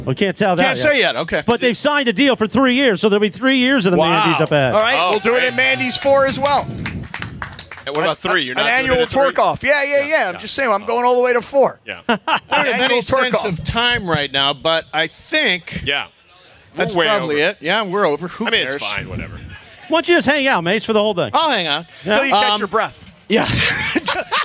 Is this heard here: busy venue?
yes